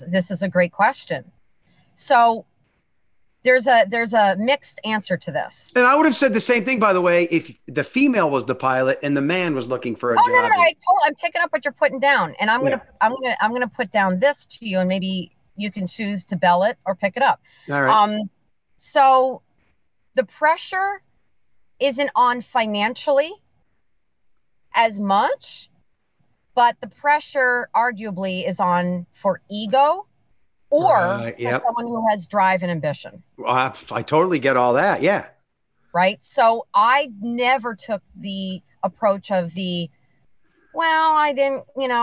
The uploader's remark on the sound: sitting in your stick-shift Mazda in a quasi-parking spot on the streets of Manhattan with your iPhone doing an hour-long podcast (with video)